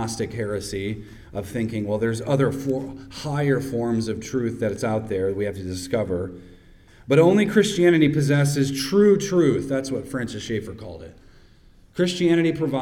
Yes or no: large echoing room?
yes